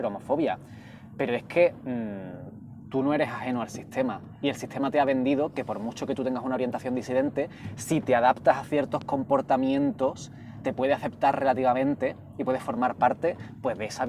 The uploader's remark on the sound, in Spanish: mientras damos un paseo por el barrio de Vallekas